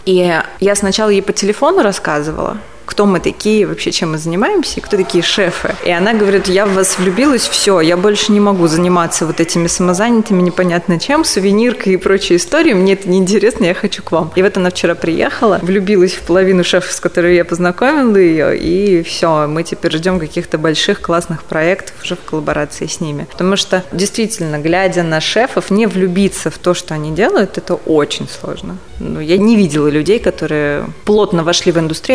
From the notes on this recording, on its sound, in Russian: Записанный на Chefs Team Fest. Москва.